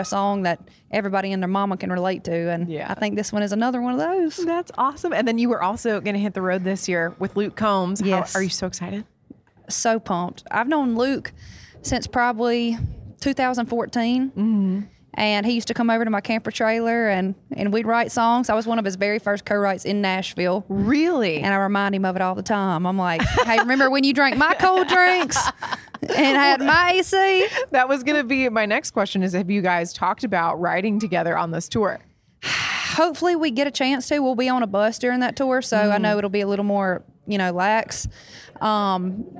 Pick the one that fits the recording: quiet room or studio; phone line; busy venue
busy venue